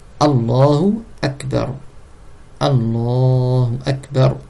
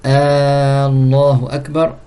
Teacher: Il est aussi une condition de ne pas prolonger la première lettre, le A, du mot Allah. · Shown in: first take